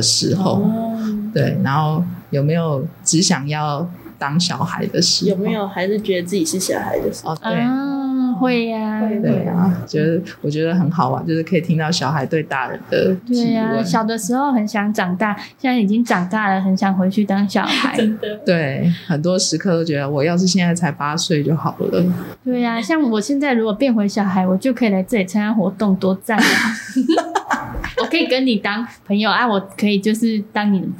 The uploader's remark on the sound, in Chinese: 本集錄音機罷工啦～無法有效排除環境音，因此音質有點瑕疵